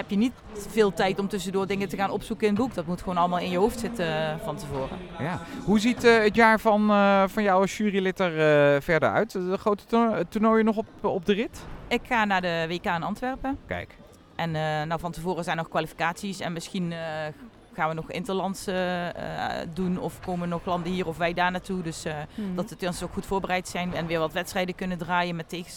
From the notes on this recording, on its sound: Een speciale aflevering van Turnpunt, opgenomen tijdens de podiumtraining in Ahoy, aan de vooravond van het NK. Een enorm evenement: veel turnsters en turners, veel verschillende disciplines, veel publiek.